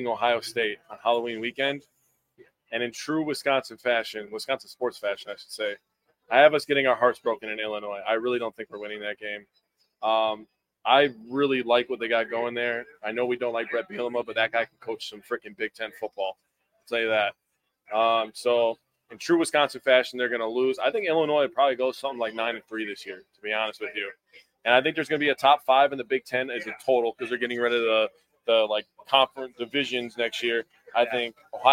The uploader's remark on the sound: Live from Isaac's Sports Bar and Grill